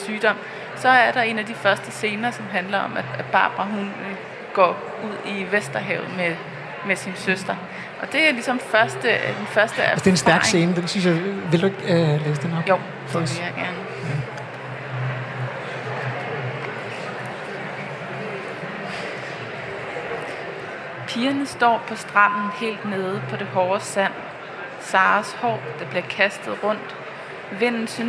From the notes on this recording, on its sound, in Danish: Live fra Bogforum i København.